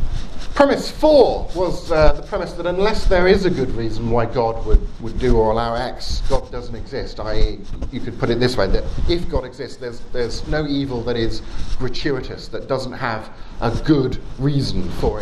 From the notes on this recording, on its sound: Talk with Q&A at Trondheim University's 'Skeptics Week', 7th March 2018.